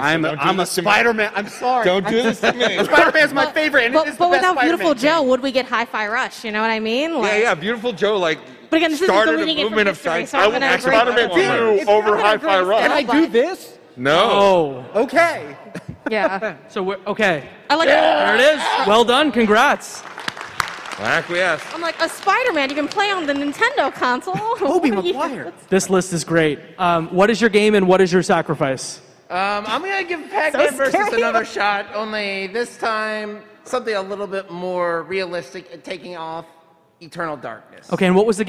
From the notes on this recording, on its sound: Live from PAX East 2023. With help from the PAX East audience. Recorded live at PAX East 2023 on Friday, March 24th at the Boston Convention and Exhibition Centre. There’s one section that relies on visual aids.